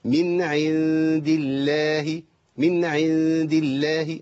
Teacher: لام اسم الجلالة هنا ايه؟ مرققة